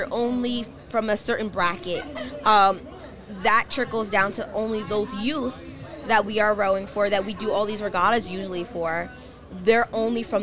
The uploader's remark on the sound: Live from Head of the Charles Regatta